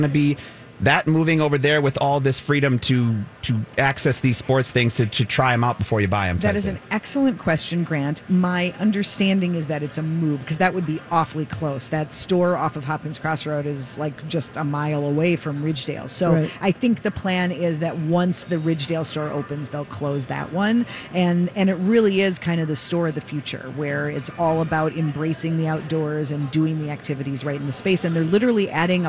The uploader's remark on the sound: Live from The MPLS Home & Garden Show